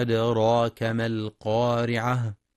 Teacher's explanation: لتفخيم القاف في أعلى مراتبها لأنها مفتوحة وبعدها ألف